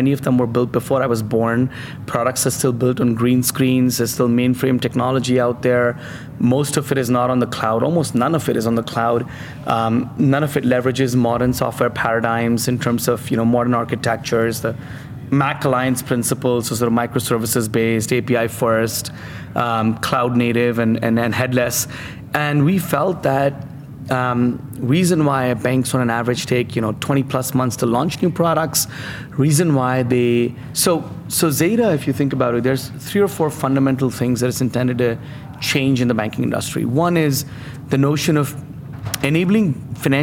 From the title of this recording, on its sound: LIVE FROM MONEY 20/20